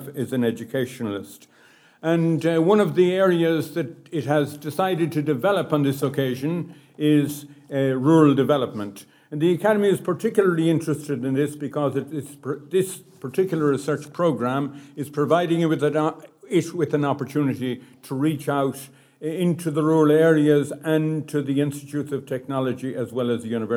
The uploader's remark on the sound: A recording of a rural stakeholder event on economic development in rural Ireland, hosted by NUIG. Organised by the RIA Social Sciences Committee in collaboration with the Department of Rural and Community Development.